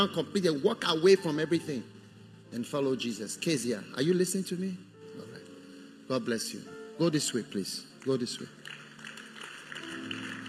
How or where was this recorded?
live audience